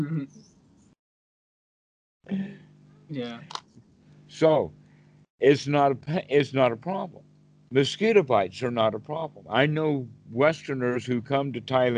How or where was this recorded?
video call